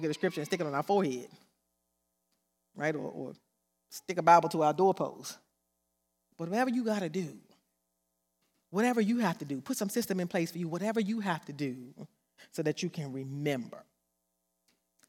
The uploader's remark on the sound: This sermon was recorded live on April 10th, 2022 at Newark United Pentecostal Church.